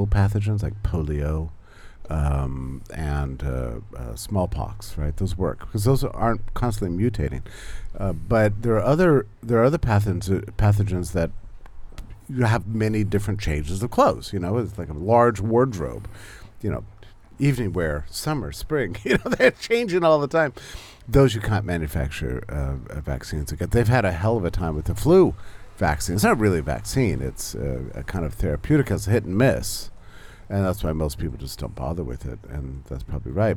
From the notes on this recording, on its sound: at the 2023 Porcupine Freedom Festival in New Hampshire